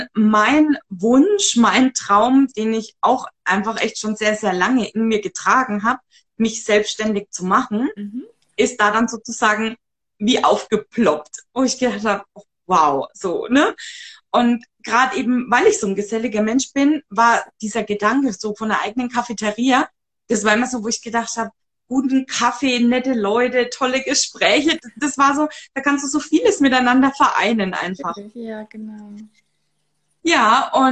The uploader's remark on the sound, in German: die ich auf live auf Instagram geführt habe